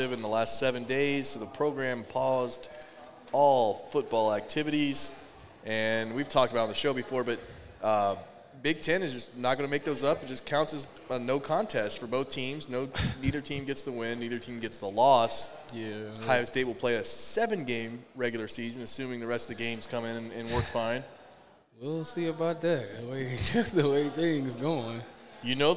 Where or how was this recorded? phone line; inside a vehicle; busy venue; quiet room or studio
busy venue